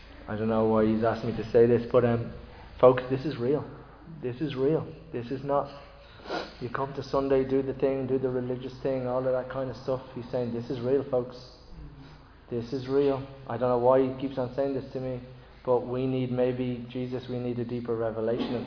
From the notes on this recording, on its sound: Recorded live in Liberty Church on 27 August 2023.